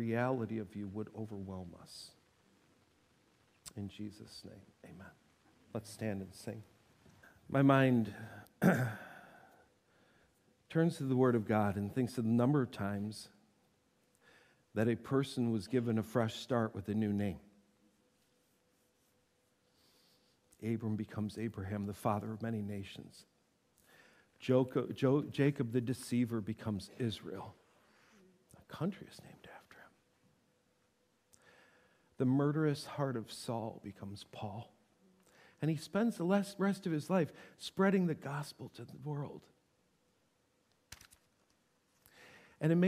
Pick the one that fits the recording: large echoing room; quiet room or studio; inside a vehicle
large echoing room